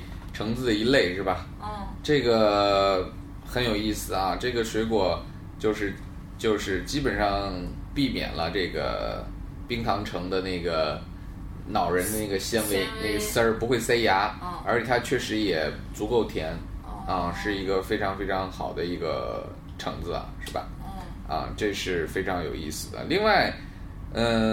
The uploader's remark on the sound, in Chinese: 本期节目为在张大妈办公区用录音笔录制，可能有街道上的杂音，请见谅。